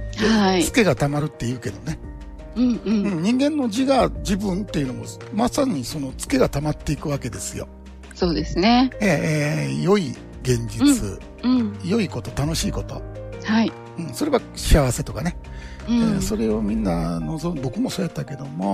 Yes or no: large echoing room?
no